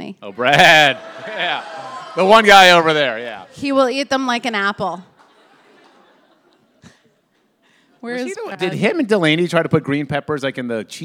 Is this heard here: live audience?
yes